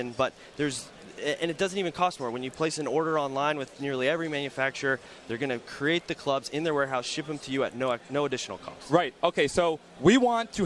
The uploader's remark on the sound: Live on Sirius XM PGA TOUR Radio. Live Fitting Room from the Callaway Booth at the PGA Show in Orlando, Fl.